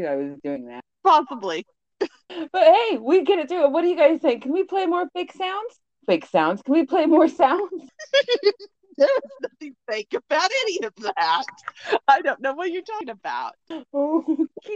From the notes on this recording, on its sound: Apologies about the clipping.